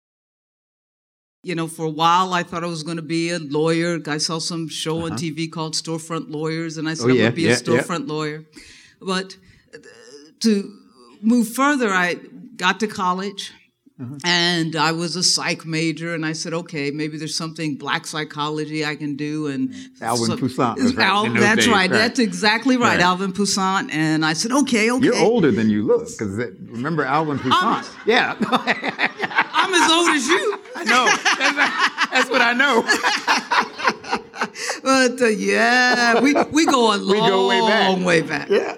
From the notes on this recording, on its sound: From our live show at Rooted in Jesus in Atlanta.